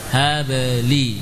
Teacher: Dari ba langsung ke tepi lidah depan gusi